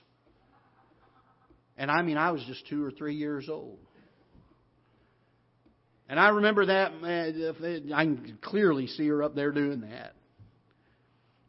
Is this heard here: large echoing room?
yes